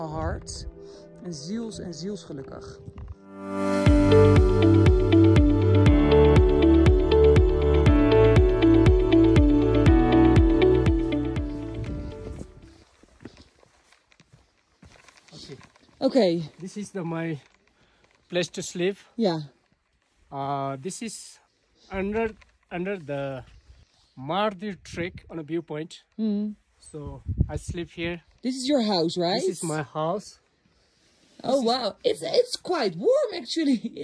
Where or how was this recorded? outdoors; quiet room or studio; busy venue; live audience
outdoors